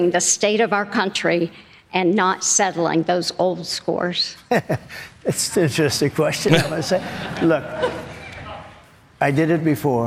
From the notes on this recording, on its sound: Fielded audience questions at a Town Hall. In South Carolina.